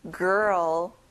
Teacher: 좀 길게 말해주고요. R 발음을 강하게 해보세요.